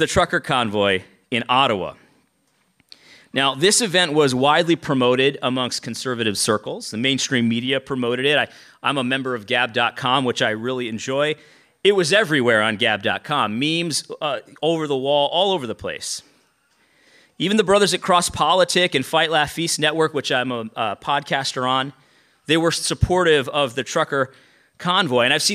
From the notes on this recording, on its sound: lecture from our recent conference